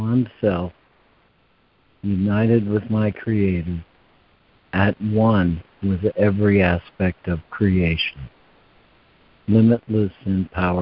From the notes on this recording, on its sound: ACIM Daily Conference Call